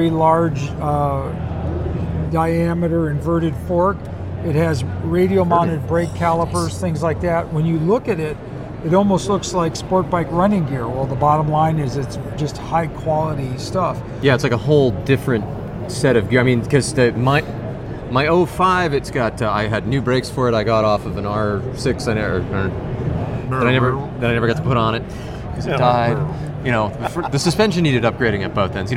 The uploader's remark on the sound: Another followup from AIM, this show covers the longer interviews we did on the show floor while there!